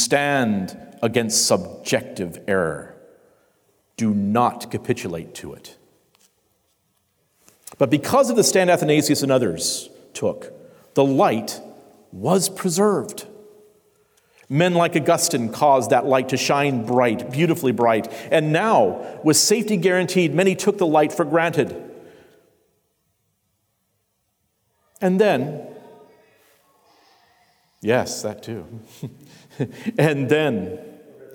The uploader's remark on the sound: Concluding discussion at the 2020 Sovereign Nations Conference. The Great Awokening Conference, Session 5.